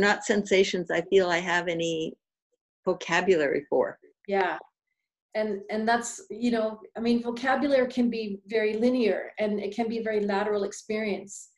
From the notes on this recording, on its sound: Psychic Forecast - Live Group Zoom Event.